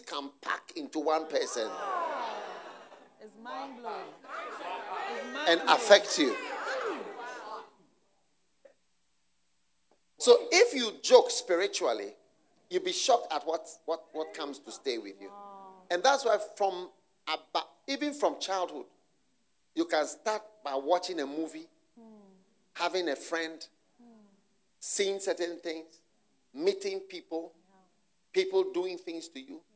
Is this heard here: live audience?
yes